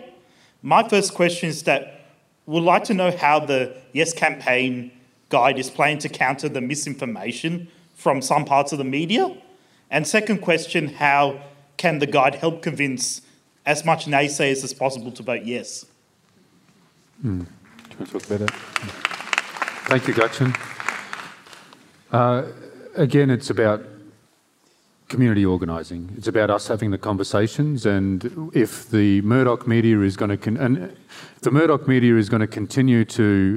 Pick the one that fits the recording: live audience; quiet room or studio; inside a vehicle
live audience